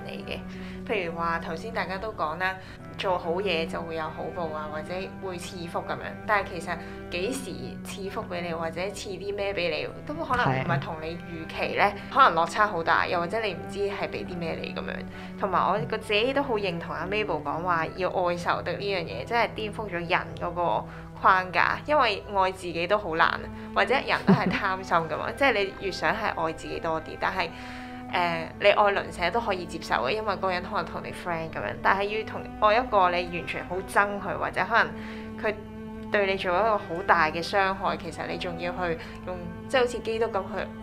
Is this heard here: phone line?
no